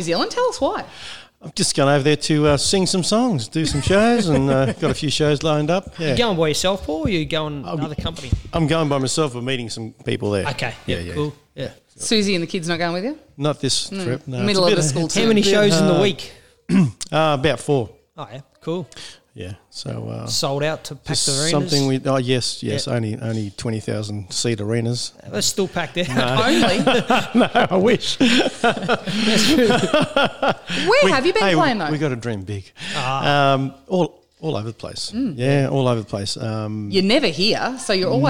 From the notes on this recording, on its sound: LIVE at The Falvo's. Of course he brought his guitar!